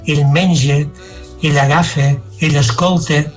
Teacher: la vocal neutra, que és del central, aquí la fem a Solsona amb una e tancada.